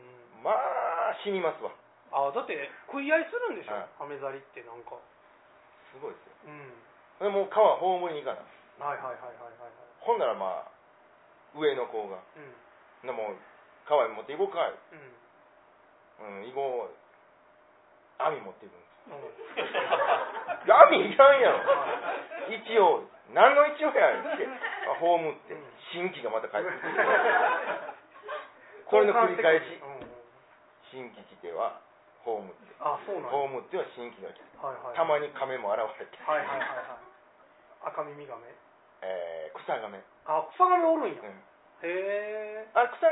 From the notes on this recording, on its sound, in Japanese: 公開収録